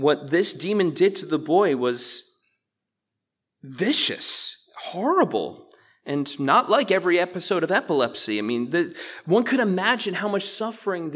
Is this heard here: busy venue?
no